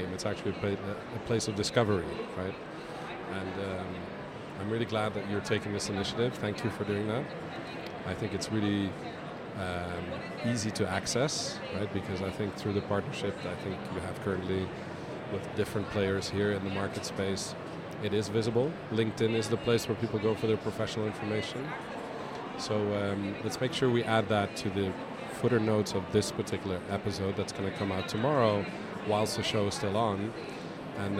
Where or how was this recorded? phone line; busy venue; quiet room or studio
busy venue